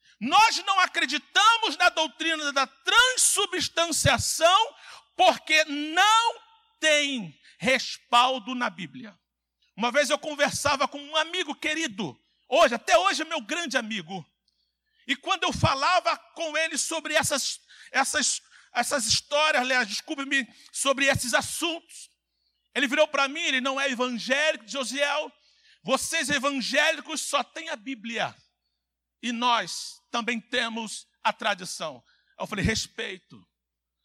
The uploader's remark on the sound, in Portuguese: CULTO AO VIVO – SANTA CEIA